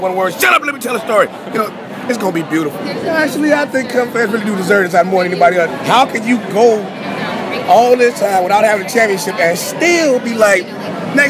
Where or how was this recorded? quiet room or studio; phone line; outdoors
outdoors